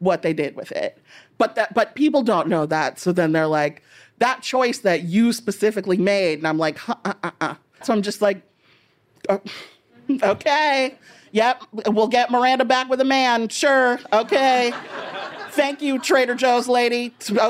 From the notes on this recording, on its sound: In a live taping of Critics at Large at this year’s New Yorker Festival